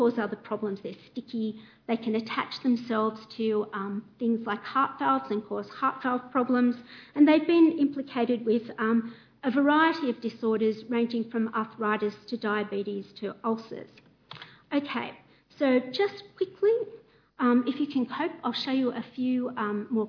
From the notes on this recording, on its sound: A Sydney Ideas lecture co-presented with the Department of Classics and Ancient History and the Nicholson Museum at the University of Sydney